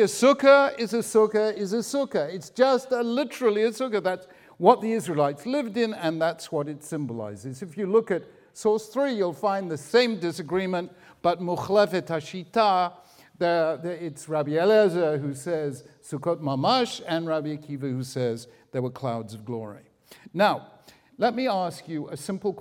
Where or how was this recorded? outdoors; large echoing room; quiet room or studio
large echoing room